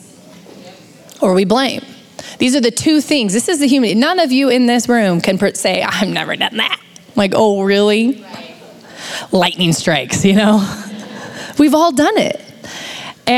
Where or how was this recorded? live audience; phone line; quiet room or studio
live audience